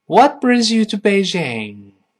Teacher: 注意特殊疑问句，后面要降调